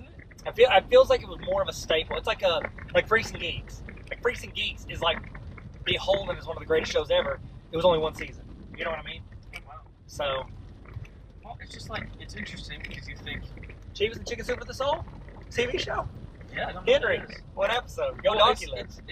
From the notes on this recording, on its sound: WARNING: Audio is trash.